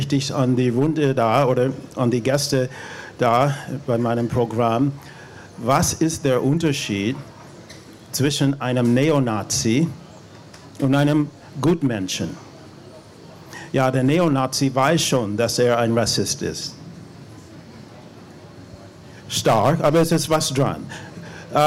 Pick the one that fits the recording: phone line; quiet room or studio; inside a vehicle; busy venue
busy venue